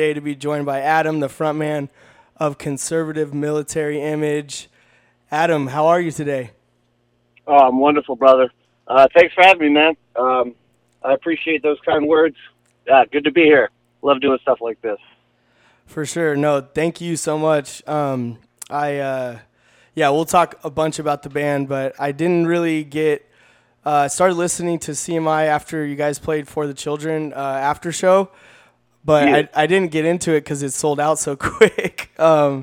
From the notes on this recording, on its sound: Hit the radio station phone line for a live radio interview. KZAA 96.5 FM.